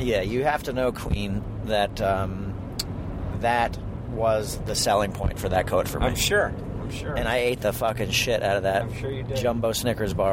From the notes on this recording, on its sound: Another road trip, another chew session. In the car as they drive.